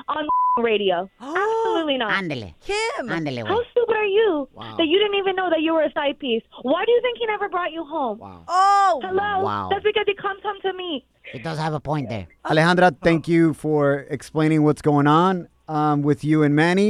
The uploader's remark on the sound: We opened up the phone lines and asked our listeners what's the craziest thing they asked their partners to do—to prove their love!